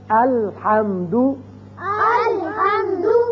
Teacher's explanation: لام ہلے نہیں ال نہیں کرنا، کیونکہ آپ کو حروف قلقلہ جو بتائیں پانچ، ان میں سے لام تو نہیں ہے